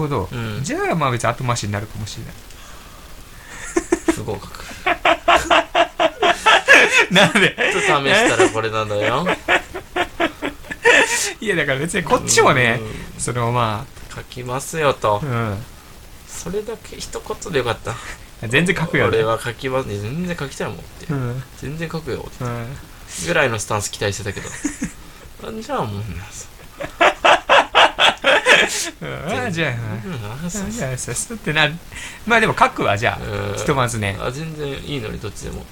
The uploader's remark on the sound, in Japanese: 2ですが全体的にノイズが入っていて聞き取りづらいです、すみません。マイク関連寿命ですかね。